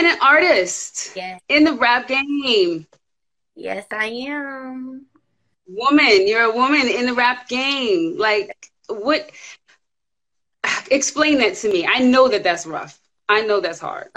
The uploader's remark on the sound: special Instagram Live #WFH edition